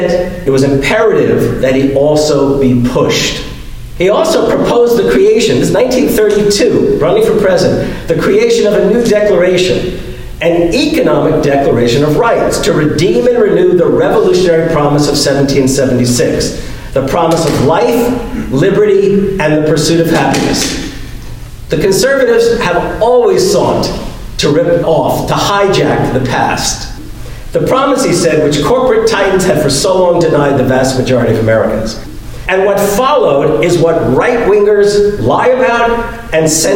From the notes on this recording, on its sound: LIVE from the Our Wisconsin Revolution Convention!